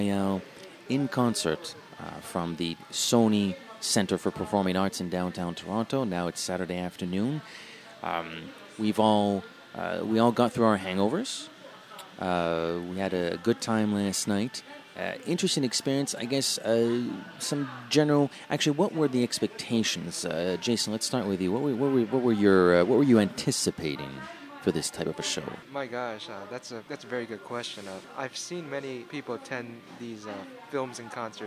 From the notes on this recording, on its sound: We sat down in a busy café to record our thoughts.